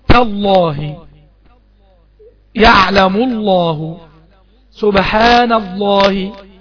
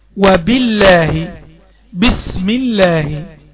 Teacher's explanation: يبقى أنت تفخم اللام إذا كان قبلها مفتوح أو مضموم · Shown in: first take